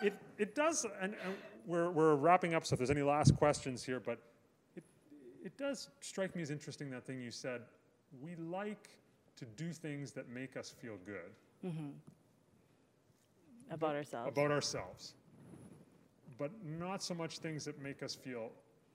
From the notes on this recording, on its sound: The Last Sunday happens live every last Sunday of every month from October to May at the Broadway Theatre in Saskatoon, SK on Treaty 6 Land and the Homeland of the Metis. This year we are also streaming the event live for people to watch from the comfort of their own homes. This podcast is a recording of those evenings.